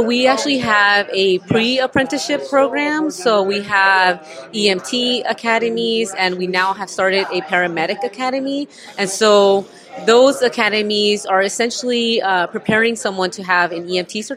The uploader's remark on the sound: on location at the IAFF 10th District PEP event in San Francisco